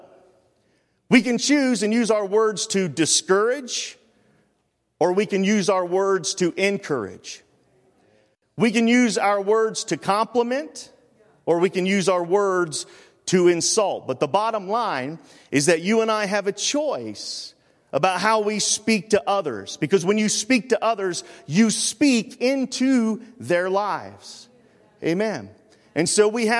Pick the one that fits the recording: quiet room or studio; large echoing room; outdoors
large echoing room